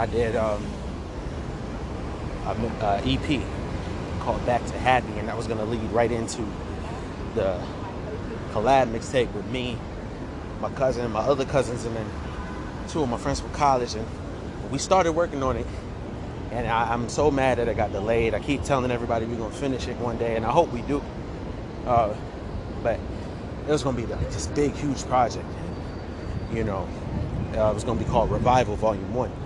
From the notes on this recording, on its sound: Sorry for the loud noises on the train and bus